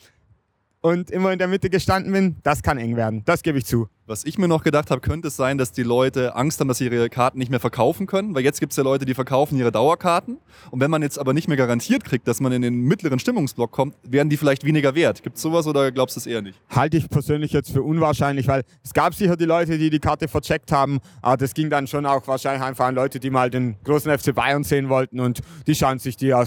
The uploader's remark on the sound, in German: Am vergangenen Heimspiel gegen Hannover wurde erstmals die freie Blockwahl getestet. Wir waren live in der Südkurve und haben uns die Sache mal direkt angeschaut und zahlreiche Interviews mit Fans.